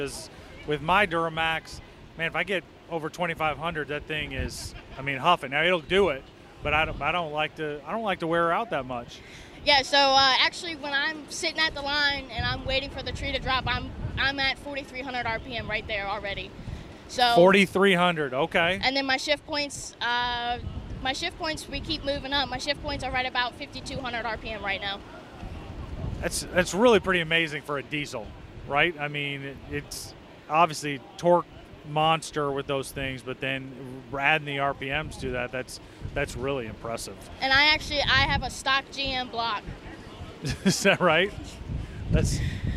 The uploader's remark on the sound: Live at The World Series of Pro Mod, Bradenton Motorsports Park.